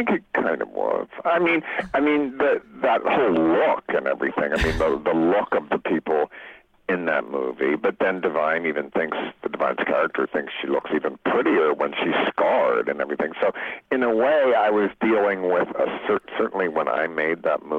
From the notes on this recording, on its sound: called in from his home in Baltimore